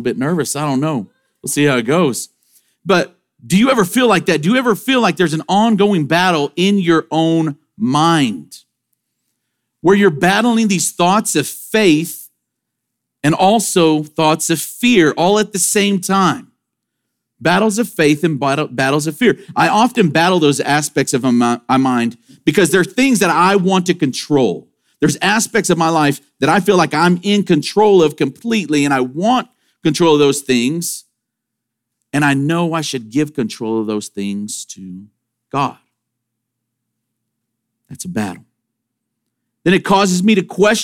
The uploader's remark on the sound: Sermon audio from Sunday, September 24, 2023.